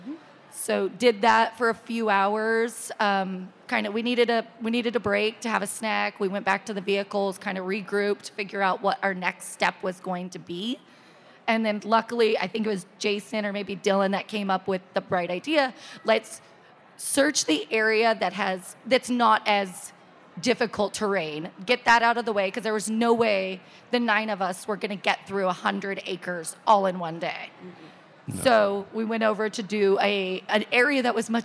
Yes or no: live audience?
yes